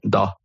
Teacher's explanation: tenemos la palabra dos, se quita la S final y la O se abre, dos, una O bastante abierta. · Term: abertura vocálica